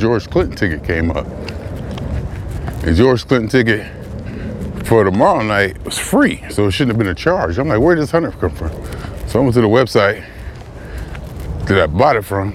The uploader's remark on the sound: Me Walking Talking